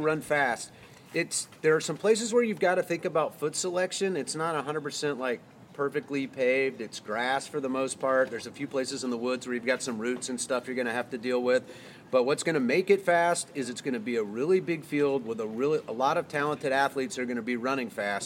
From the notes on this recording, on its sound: Live at Fowler Park. This episode is LIVE and will have background noise.